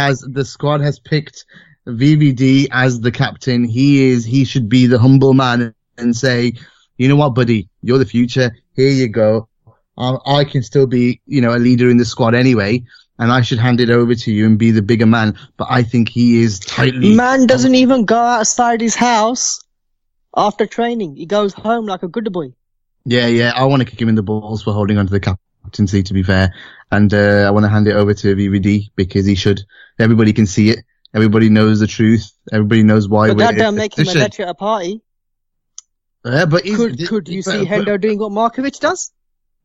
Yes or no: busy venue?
no